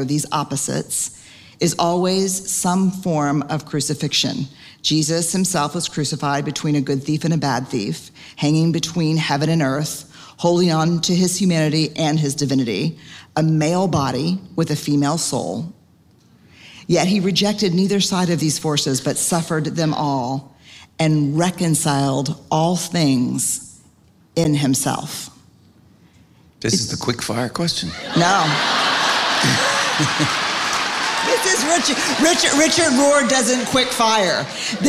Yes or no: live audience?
yes